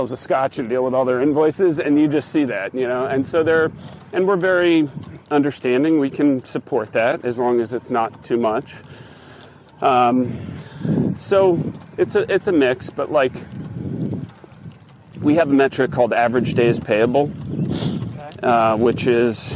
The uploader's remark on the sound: Were in town taking part in an event at East Potomac Golf Links, where we spent the day recording a podcast, while playing and walking the course.